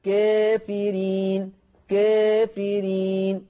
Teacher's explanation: هذا اللفظ الألف فيه مقللة قولا واحدا